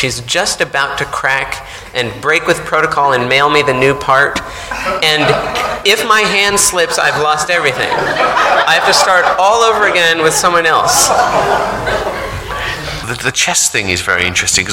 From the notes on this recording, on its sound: Recorded live at the Bristol Festival of Ideas at the Arnolfini Centre earlier this year.